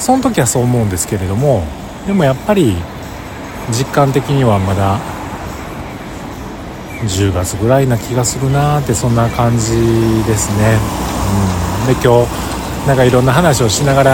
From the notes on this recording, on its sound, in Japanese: 帰りのバスを待ちながら収録しました。